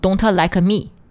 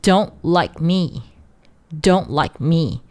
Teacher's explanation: 我们要进行失爆处理，做口型留时间，但最后这个声音不要发出来 · Shown in: second take · ，不要读成 don't like me 啊，不要这么读，这样读非常难听啊，要读成 don't like me, don't like me,声音不要给它发出来。接下来我们来看一下句子里的重点单词，首先 like 喜欢这个单词，不要一张口就是 · Term: 失去爆破